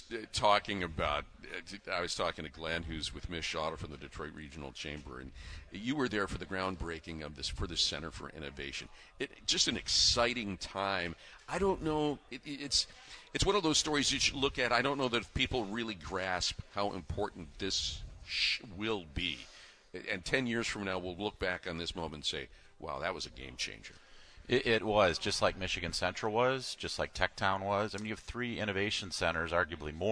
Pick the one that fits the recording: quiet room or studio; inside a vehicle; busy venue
busy venue